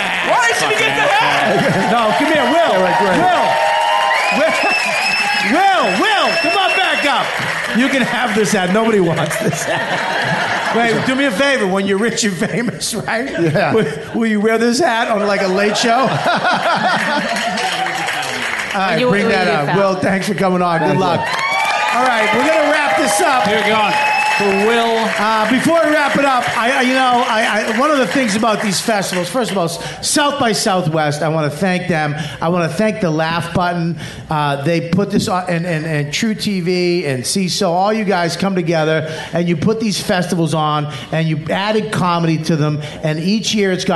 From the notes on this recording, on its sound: Recorded live on March 14, 2017 from the South by Southwest festival in Austin, Tx